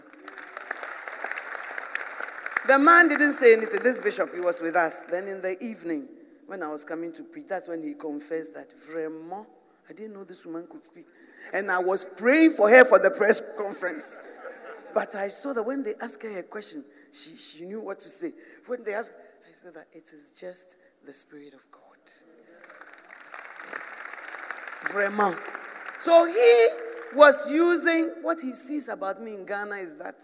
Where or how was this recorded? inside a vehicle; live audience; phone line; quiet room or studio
live audience